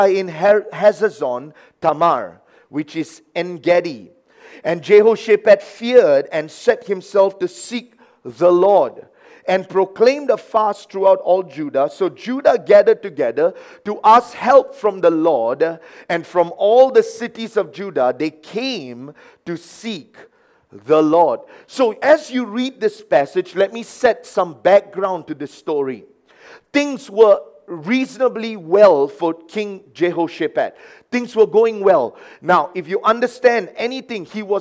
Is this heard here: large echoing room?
yes